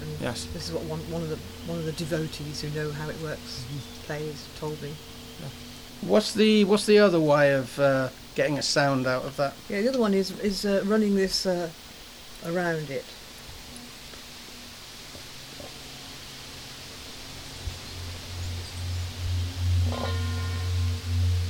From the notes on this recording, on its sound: Recorded on the balcony of the home